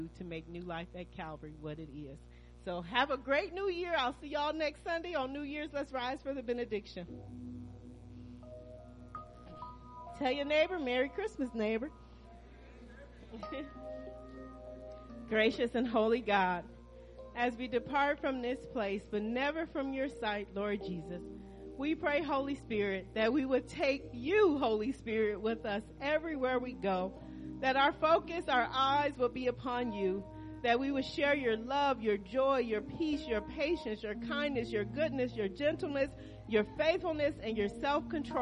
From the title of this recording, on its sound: Christmas Worship Service New Life At Calvary Church